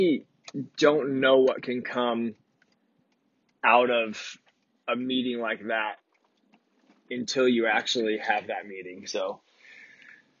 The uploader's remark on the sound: This episode was recorded in my truck while driving between appointments.